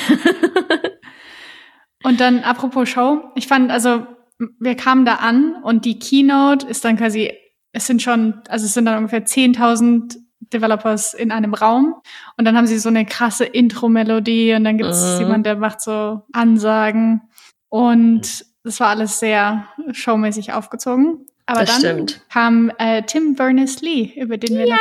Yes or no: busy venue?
no